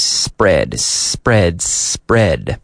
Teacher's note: there's no vowel before the S-P